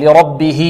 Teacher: الها هذه وصلناها بيا لفظية، لماذا؟ لأنها وقعت بين متحركين، حركة كسرة الباء وفتحة اللام.